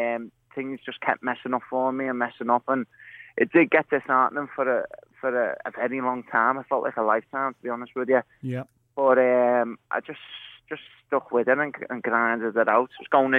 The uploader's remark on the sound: is on the phone